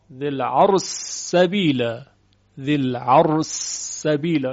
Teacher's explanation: در روایت سوسی ذل عرش، ببینید ذل عرش، این شین رو شما باید ادغام کنید در سین · Term: ادغام شین در سین